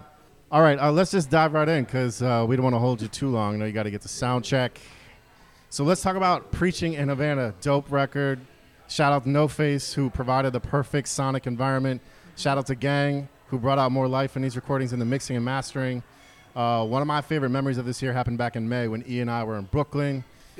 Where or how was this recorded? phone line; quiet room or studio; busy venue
busy venue